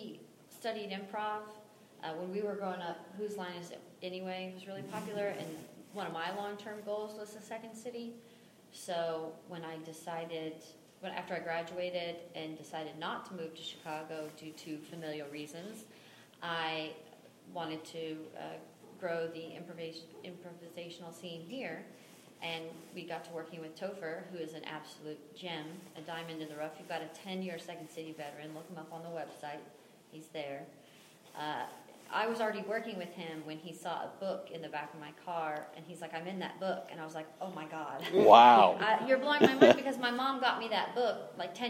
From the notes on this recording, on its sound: In this live recorded episode